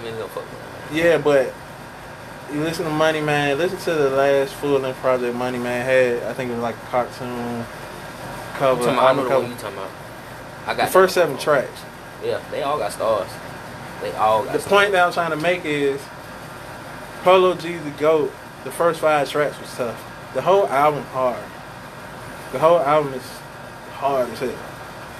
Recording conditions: background noise